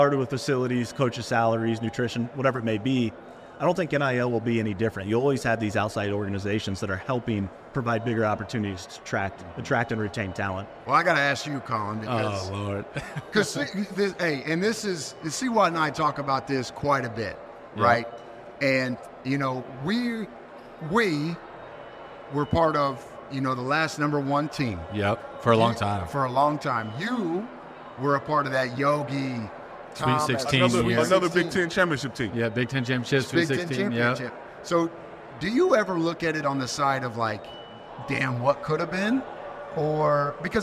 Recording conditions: busy venue